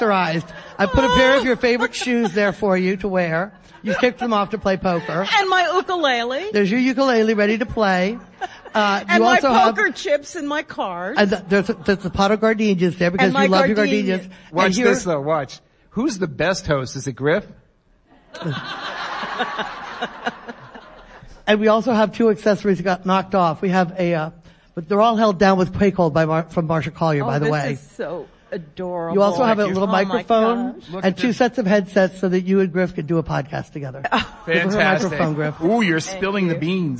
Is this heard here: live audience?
yes